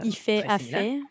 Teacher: la suppression de, du L dans des pronoms euh, sujets comme il ou elle